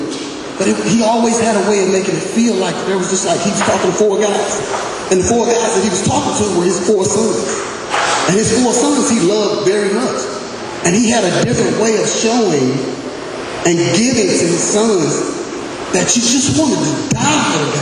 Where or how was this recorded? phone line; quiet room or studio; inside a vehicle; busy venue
busy venue